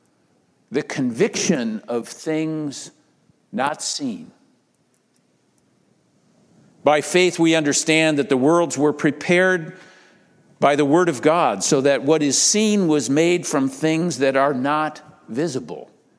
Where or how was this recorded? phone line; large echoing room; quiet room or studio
large echoing room